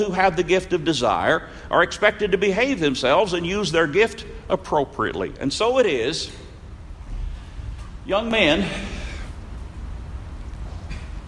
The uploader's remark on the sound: Norman Young Peoples Meeting. Audio Courtesy of Norman, OK Church Of Christ.